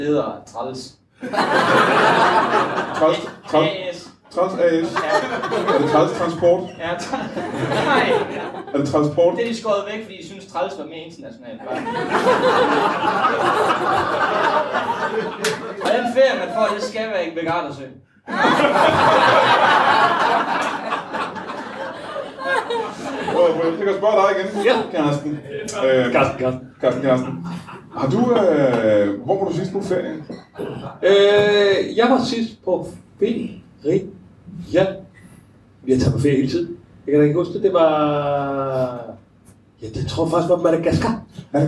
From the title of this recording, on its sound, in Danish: LIVE fra Hanstholm Madbar